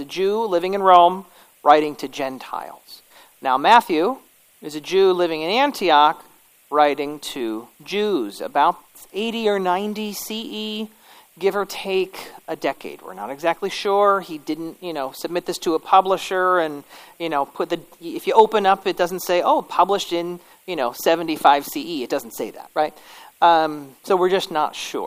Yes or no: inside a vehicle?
no